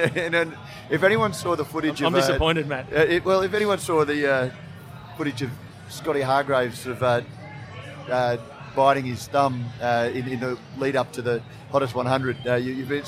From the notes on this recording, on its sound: Live from GABS in Melbourne. Brews News was able to take our mobile studio to GABS and capture some great discussions with a wide range of people in the beer industry. There’s something about having a live studio at GABS that just saw the guests relax and talk in a way that they don’t always do when a microphone is in front of them.